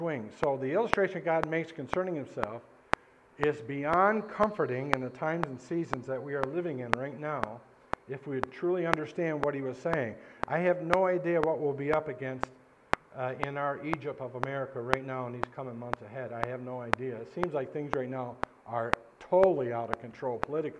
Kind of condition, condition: setting, large echoing room